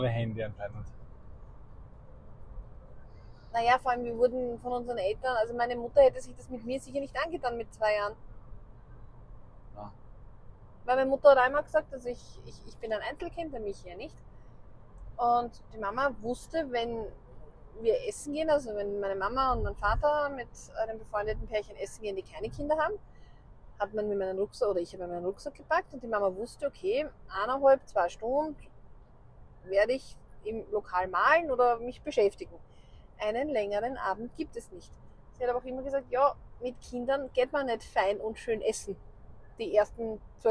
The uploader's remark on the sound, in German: Private Talk im Auto. Mittels Ansteckmikrofonen aufgenommen. Verzeiht uns eventuelle Tonprobleme, falls ihr uns manchmal nicht gut versteht.